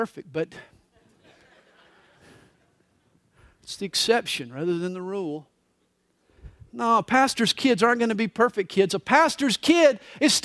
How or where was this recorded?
live audience